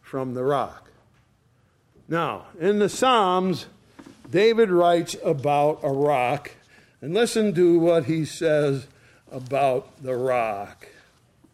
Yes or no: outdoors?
no